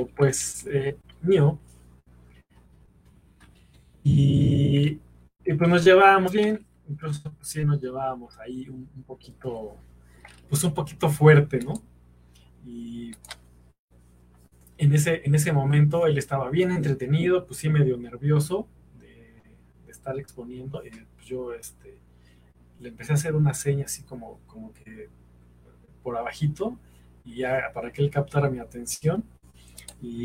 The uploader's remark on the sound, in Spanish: La transmisión en vivo salió mal